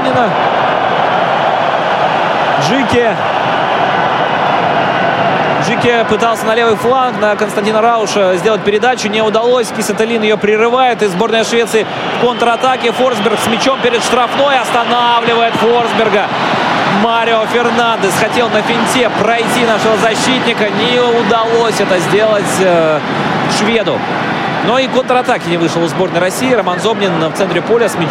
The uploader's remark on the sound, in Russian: Аудиозапись прямой трансляции матча сборных команд России и Швеции в рамках 3-го тура группового этапа Лиги наций с тифлокомментарием. Игра на стадионе «Калининград» сопровождалась тифлокомментарием, который транслировался в прямом эфире «Радио ВОС». Запись прямого эфира.